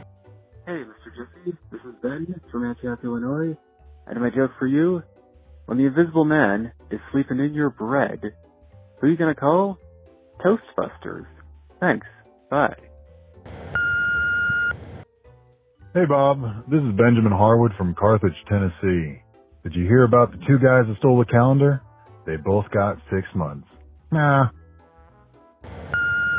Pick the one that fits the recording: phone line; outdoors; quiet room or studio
phone line